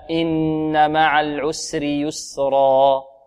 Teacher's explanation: ويسرى كذلك الراء ماذا؟ مفخمة لأنها مفتوحة